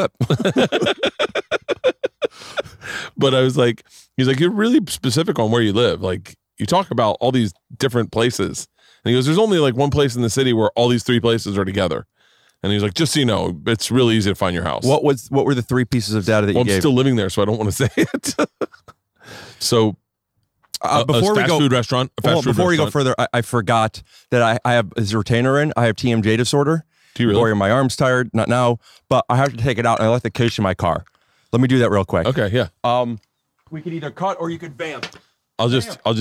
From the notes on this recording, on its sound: Today I sit down outside